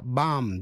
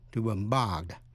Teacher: Trong chữ bomb, B thứ hai không phát âm, nhưng động từ bombard thì B thứ hai có phát âm.